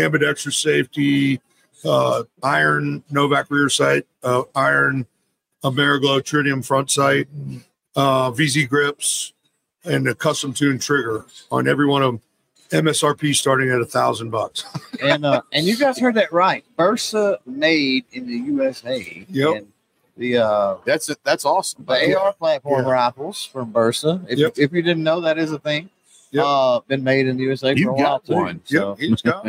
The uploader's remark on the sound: LIVE From SHOT Show Day One. We had a blast with the LIVE podcast during SHOT Show.